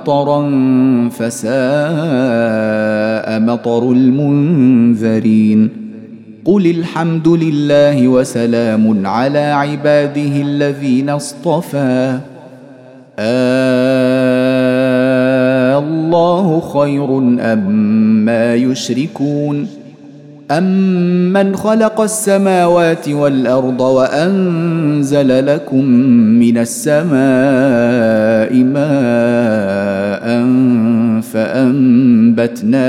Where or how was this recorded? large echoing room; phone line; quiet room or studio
large echoing room